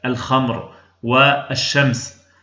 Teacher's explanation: وقال أبو محمد المالقي: وحقيقة القلب هنا أن تلفظ بميم ساكنة بدلا من النون الساكنة، ويتحفظ من سريان التحريك السريع، ومعيار ذلك أن تنظر كيف تلفظ بالميم في قولك الخمر والشمس، فتجد الشفتين تنطبقان حال النطق بالميم ولا تنفتحان إلا بالحرف الذي بعدها